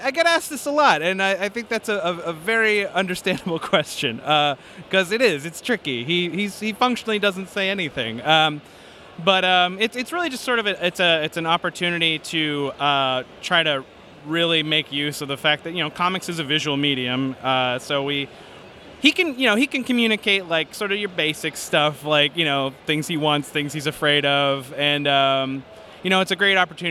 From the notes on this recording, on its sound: at Five Points Festival 2017 in New York